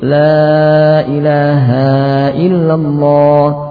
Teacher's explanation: Berikutnya memanjangkan ha sehingga menjadi la ilaha illallah.